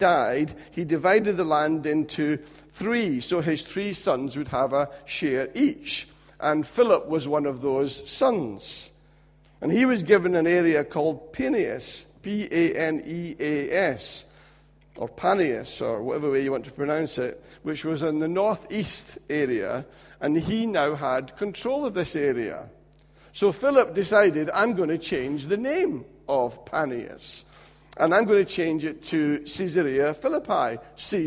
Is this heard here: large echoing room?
yes